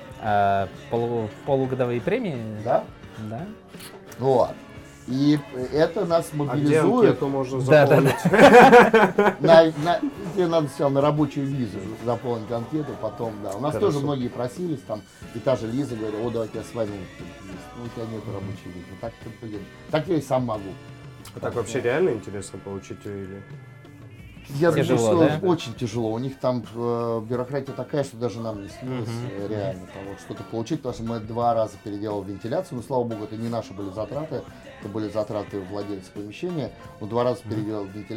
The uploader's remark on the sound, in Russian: записывали во время прошедшего недавно MBS 2019